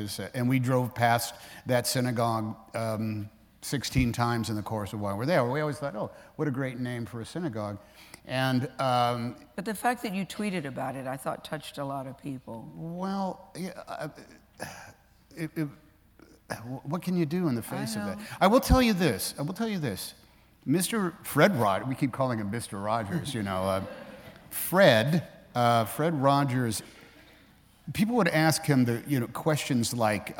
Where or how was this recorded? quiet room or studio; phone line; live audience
live audience